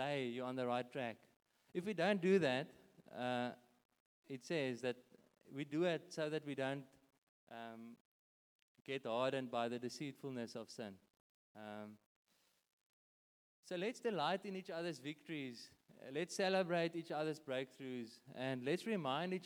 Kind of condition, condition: setting, large echoing room